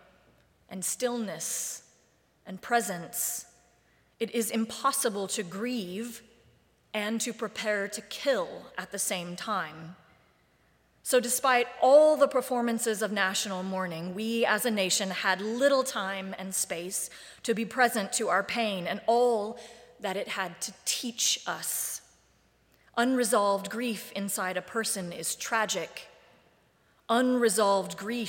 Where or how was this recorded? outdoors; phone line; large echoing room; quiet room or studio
large echoing room